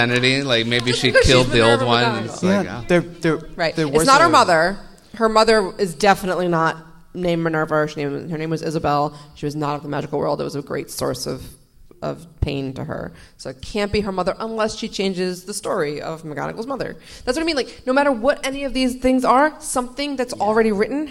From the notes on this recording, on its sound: Live from PodX! Live at PodX, the podcasting convention.